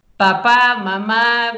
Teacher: os primeiros sons a serem adquiridos, lá está, são os bilabiais, o P, o B e o M